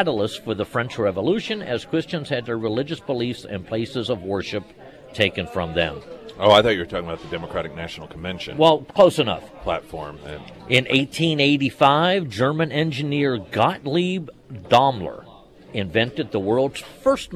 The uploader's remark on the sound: live at Scramblers Diner.